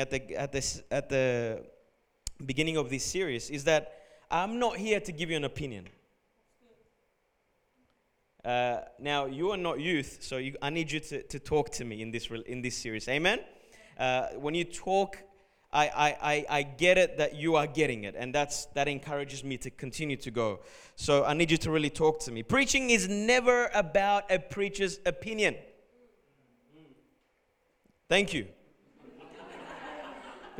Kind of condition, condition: setting, large echoing room